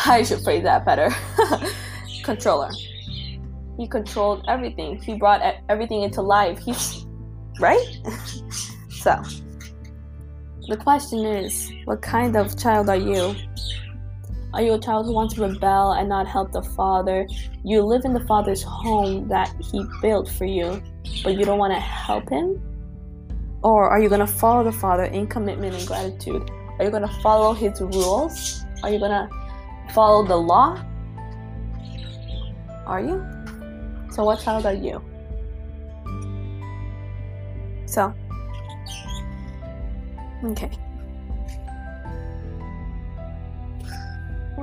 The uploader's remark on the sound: Sorry for my birds and shuffling hopefully the music drowns the background noise.